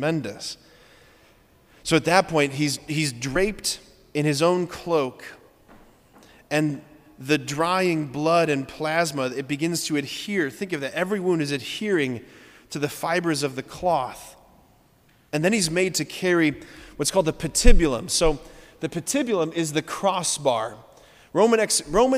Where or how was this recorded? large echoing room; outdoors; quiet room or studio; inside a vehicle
large echoing room